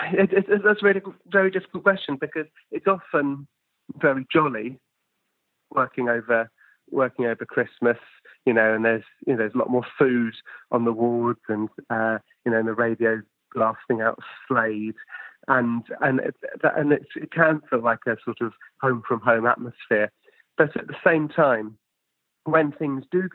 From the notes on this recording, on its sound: over the phone